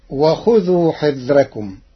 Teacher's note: قرأ ورش كلمة حذركم بترقيق الراء لوجود كسر قبلها غير منفصل عنها بحرف الاستعلاء